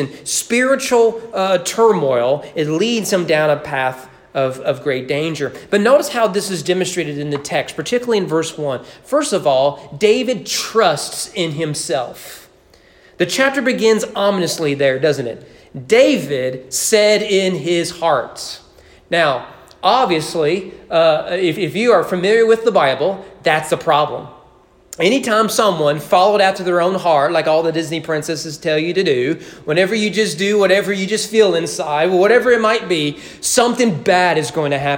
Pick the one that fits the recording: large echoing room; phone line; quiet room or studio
large echoing room